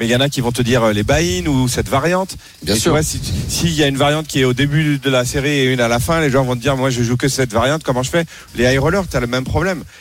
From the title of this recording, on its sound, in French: en direct des WSOP à Las Vegas